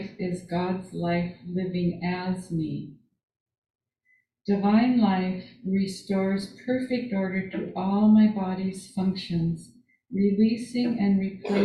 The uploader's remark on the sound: This Sunday Live In Our Sanctuary.